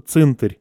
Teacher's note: иногда произносится просто «цинтарь» без «в»